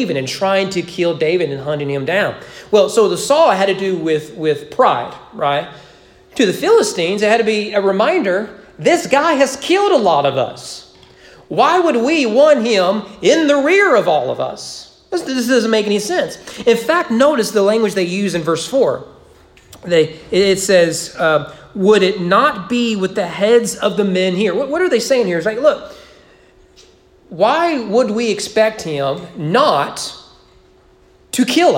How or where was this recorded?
large echoing room